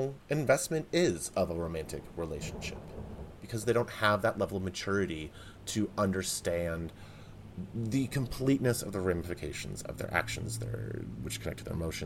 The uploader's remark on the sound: Thunderstorms and lightning. Today's episode is a full-on audio experience unlike any other Twaugust ep - Mother Nature herself is my special guest.